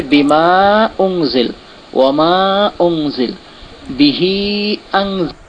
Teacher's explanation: মাদ্দে মুনফাসিল হরফে মাদের পর যদি হামজা দ্বিতীয় শব্দে আসে, হরফে মাদের পর হামজা যদি দ্বিতীয় শব্দে আসে তাহলে হবে মাদ্দে মুনফাসিল। মাদ্দে মুনফাসিলের টান হচ্ছে দুই থেকে তিন আলিফ